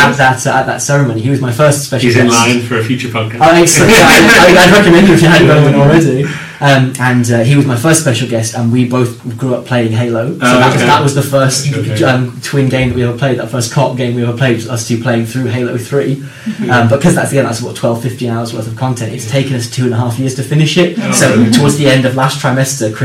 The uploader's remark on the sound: We're aware the audio isn't ideal.